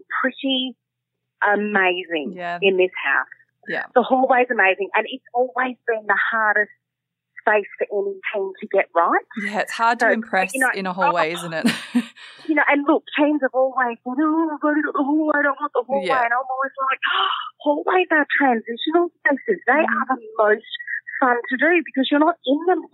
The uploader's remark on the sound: phones in from the House Rules set